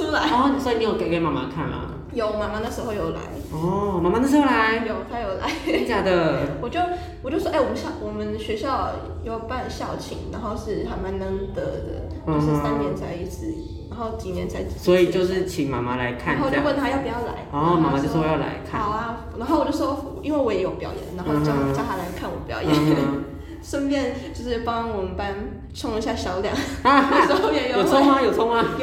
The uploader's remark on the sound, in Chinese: 回音較大，請見諒